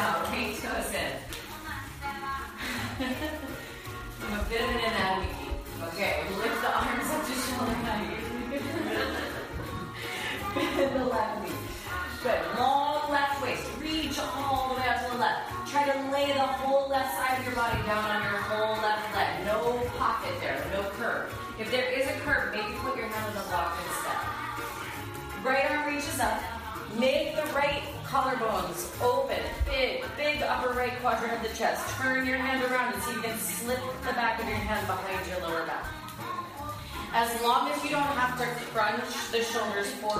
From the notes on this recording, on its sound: This class was recorded at Ananda Ashram in Monroe NY.